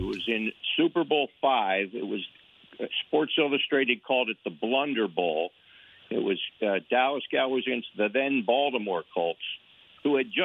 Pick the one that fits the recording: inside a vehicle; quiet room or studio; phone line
phone line